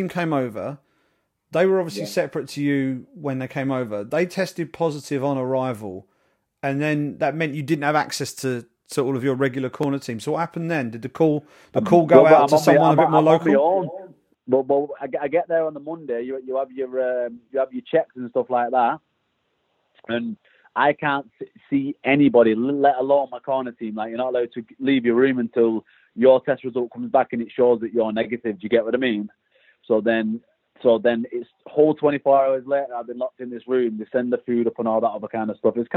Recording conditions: phone line